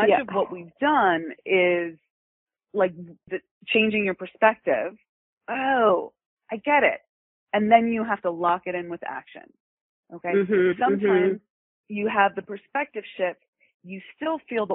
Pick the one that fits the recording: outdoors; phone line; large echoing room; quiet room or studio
phone line